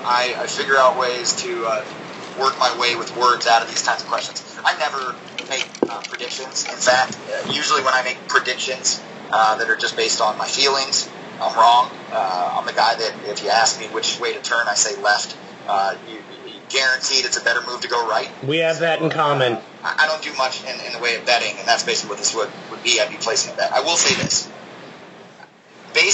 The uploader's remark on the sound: There were audio issues with this particular interview. We had to do the interview in an unorthodoxed, but still functional manner.